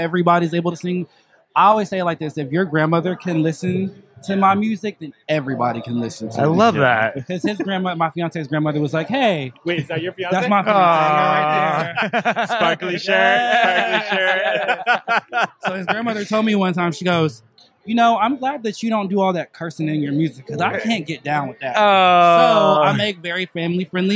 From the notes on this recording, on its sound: This week the gang is out of the studio and recording live from the San Diego County Fair for Out At The Fair.